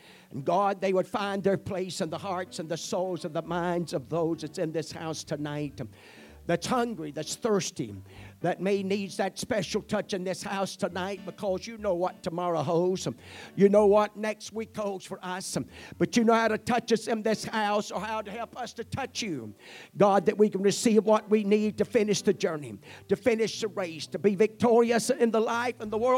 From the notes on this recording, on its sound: At the First Jesus Name Church of Benndale on the Sunday night of 1 - 28 - 2024.